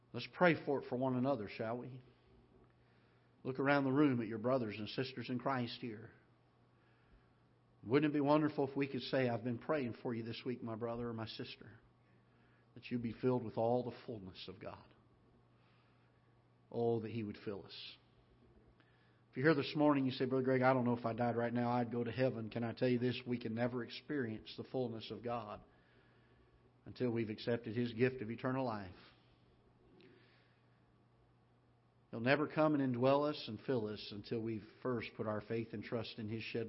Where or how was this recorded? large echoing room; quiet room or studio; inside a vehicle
large echoing room